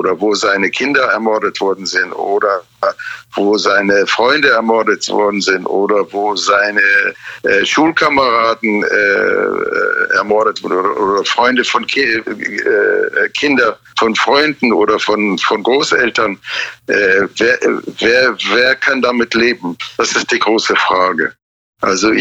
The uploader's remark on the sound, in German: Heute mit einem besonderen Gast am Telefon